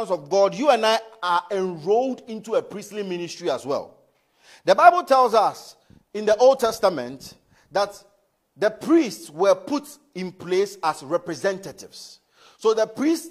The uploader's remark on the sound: Message preached at ICGC Rehoboth Temple - Toronto